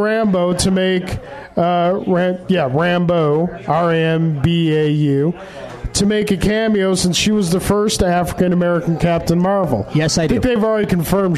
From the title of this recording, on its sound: Live at Iron Buffalo